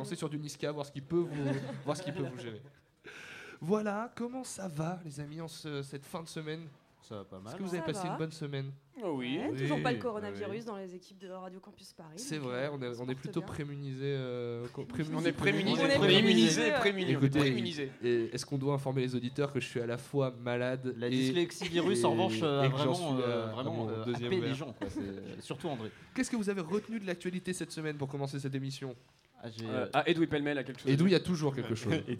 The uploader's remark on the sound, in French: Ceci est le podcast de notre émission en direct du Lou Pascalou.